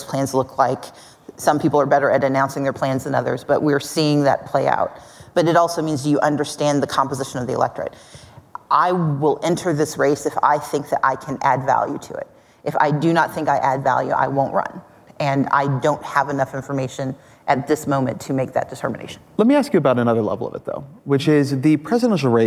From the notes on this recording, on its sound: Live at Code 2019.